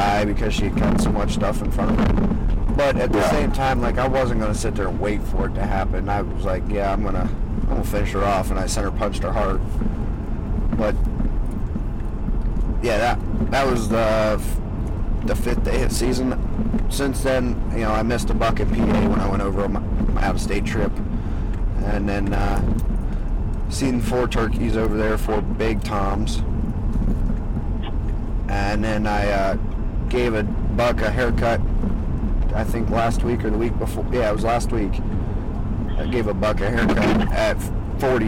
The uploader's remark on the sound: Recorded in a truck so bear with the sound quality.